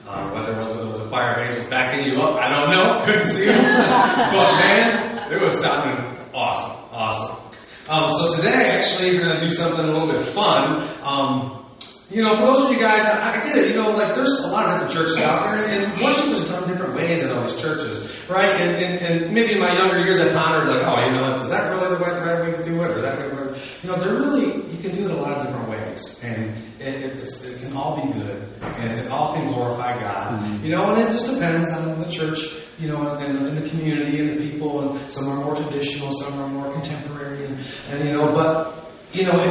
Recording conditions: poor sound quality